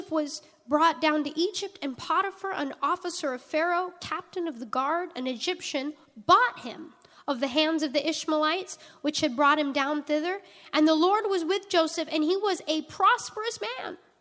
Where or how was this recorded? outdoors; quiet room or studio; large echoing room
large echoing room